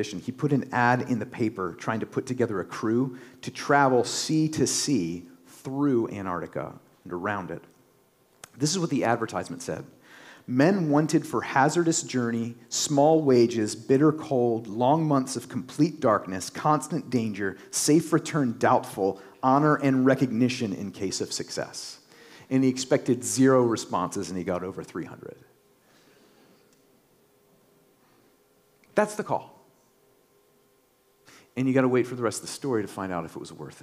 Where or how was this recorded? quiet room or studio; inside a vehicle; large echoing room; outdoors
large echoing room